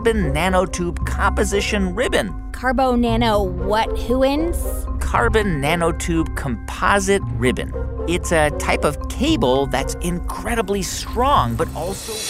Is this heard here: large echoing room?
no